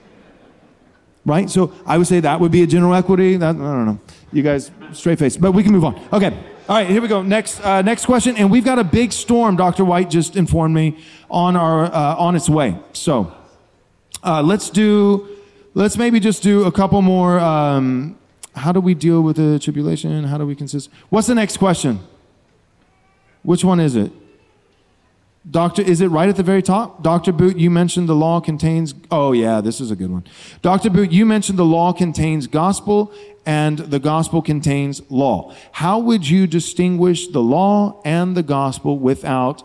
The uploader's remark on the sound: This is the First Panel from our Theonomy & Postmillennialism Conference.